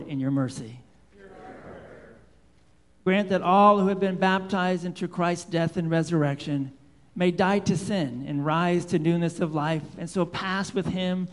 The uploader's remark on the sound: Live Worship Service